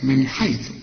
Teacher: نون ساكنة وبعدها حاء، الحاء من حروف الإظهار ما تغنش